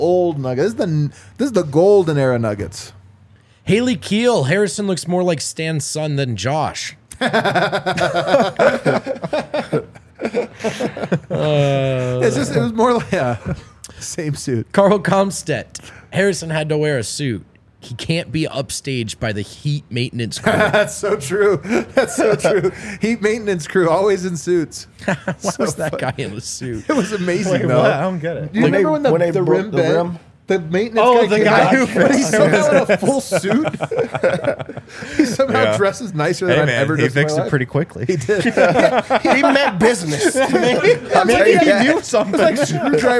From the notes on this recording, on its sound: come to you LIVE from the DNVR Bar